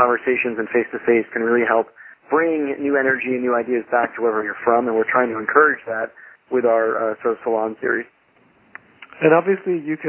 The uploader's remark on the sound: Call recorded on February 9, 2012.